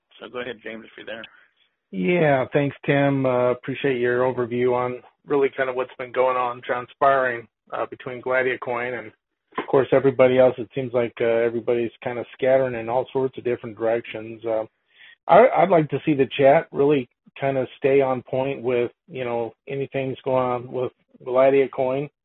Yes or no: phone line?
yes